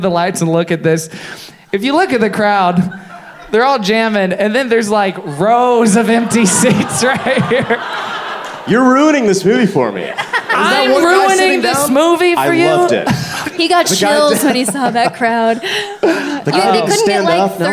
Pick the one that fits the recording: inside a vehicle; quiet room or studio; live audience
live audience